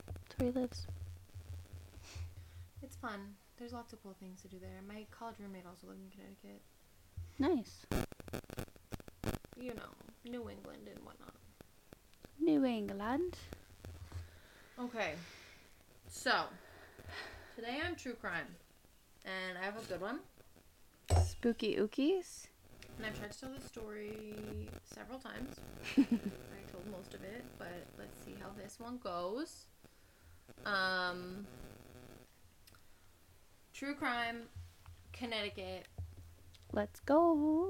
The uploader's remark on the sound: We had “hella” audio problems but that’s ok.